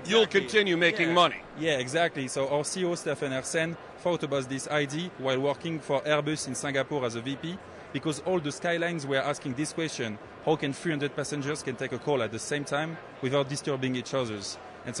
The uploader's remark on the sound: Live From CES in Las Vegas. Live from CES 2024 in Las Vegas. On the show floor.